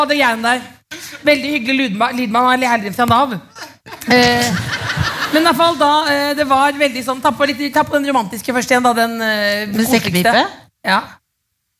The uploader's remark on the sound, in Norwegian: Live fra Bergen med prompeputekostyme og gjester!